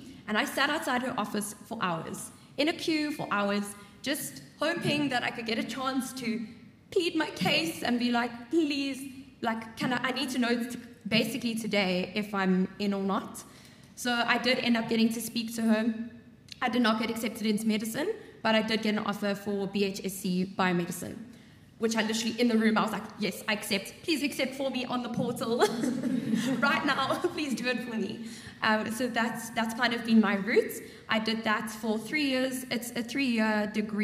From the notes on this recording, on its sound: This episode was recorded at a live event which took place on the 26th of April 2023 at the Faculty of Health Sciences lecture halls at WITS. The event was well-attended, and recorded in front of a live audience of prospective medical students.